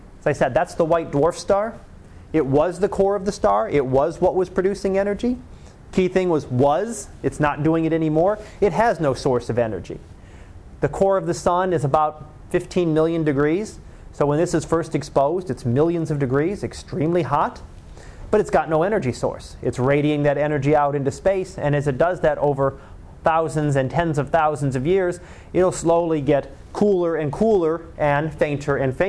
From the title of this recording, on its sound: Live Class Lecture